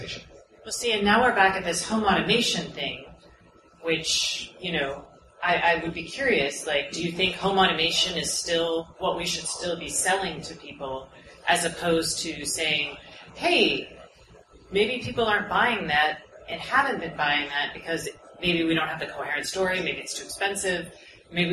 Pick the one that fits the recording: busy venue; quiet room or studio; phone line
busy venue